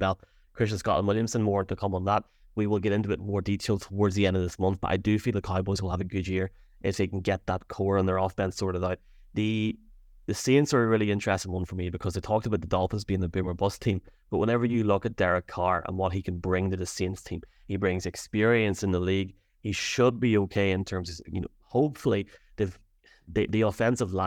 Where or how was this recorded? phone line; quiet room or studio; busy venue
quiet room or studio